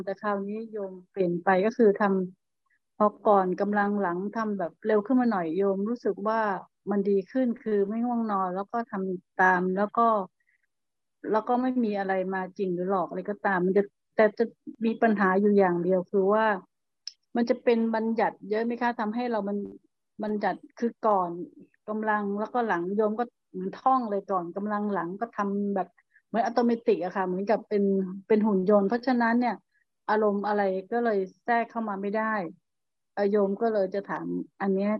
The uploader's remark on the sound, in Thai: คอร์สออนไลน์ (ผ่านโปรแกรม Zoom)